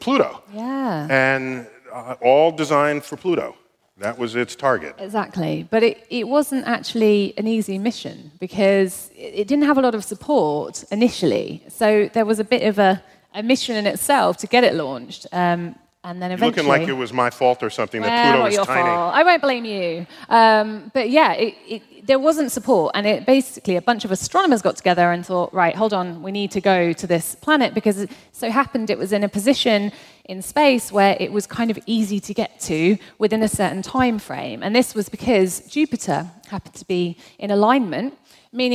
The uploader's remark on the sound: StarTalk Live! at the Beacon. Our show from NYC’s Beacon Theatre.